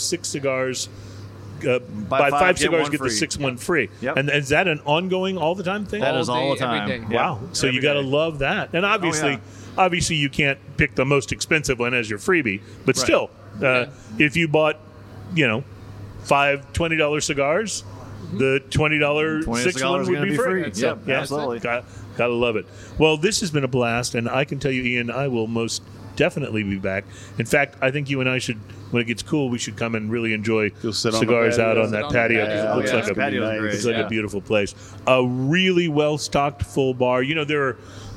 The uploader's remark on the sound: On Location At Cigars International!